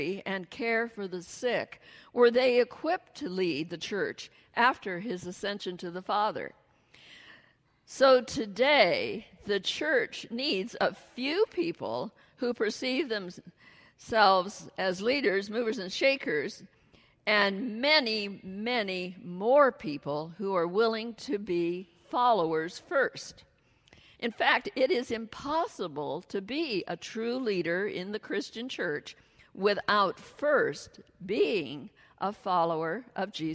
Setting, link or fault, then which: setting, large echoing room